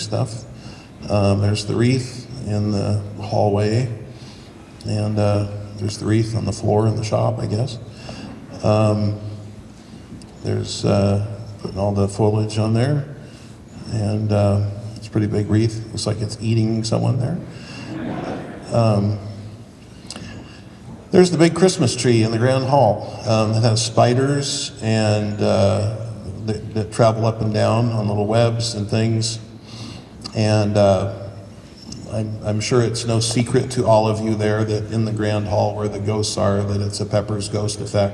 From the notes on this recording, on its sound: This episode contains excerpts from a panel recording from the inaugural Season’s Screamings event in Pasadena. Live on stage.